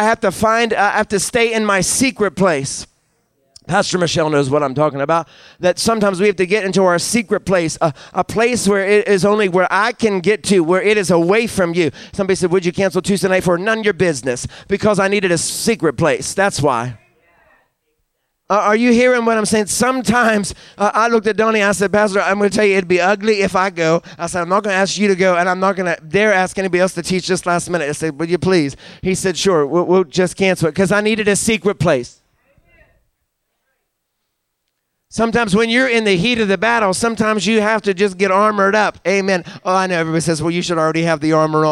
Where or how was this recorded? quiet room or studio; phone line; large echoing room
large echoing room